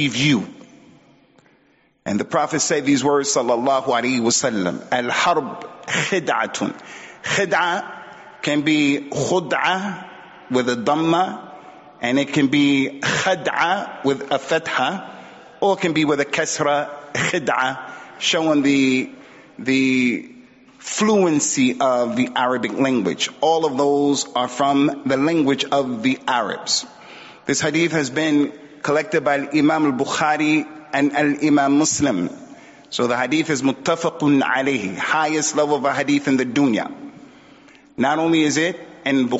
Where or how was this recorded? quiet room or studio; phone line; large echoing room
large echoing room